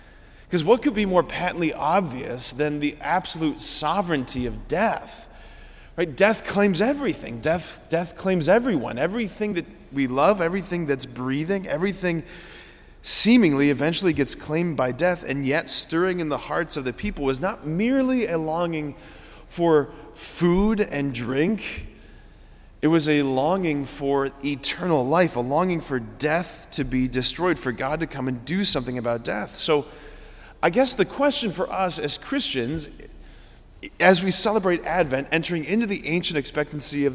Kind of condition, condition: setting, large echoing room